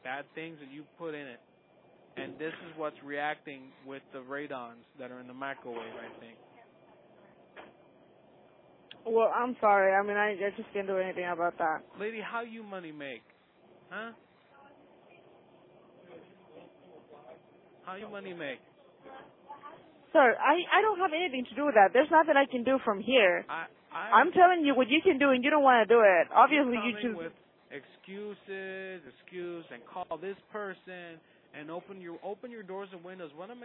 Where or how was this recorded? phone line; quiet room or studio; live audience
phone line